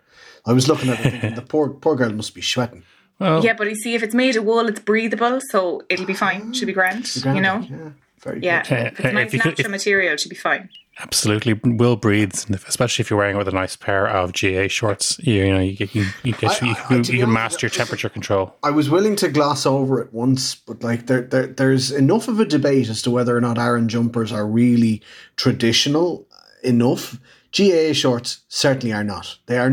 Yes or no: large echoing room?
no